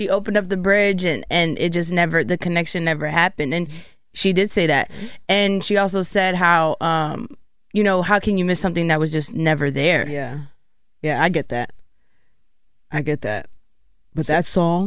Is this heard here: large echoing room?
no